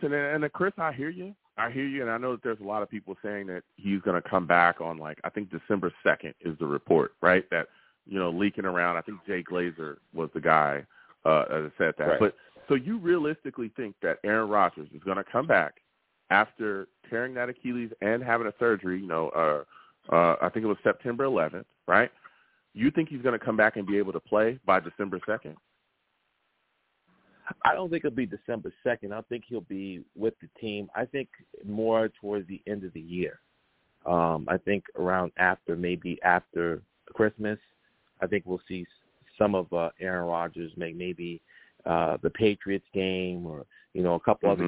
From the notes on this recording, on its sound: I take live callers!